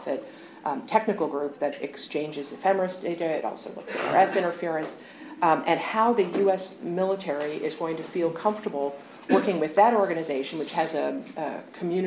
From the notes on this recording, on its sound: Secure World Foundation held a luncheon panel discussion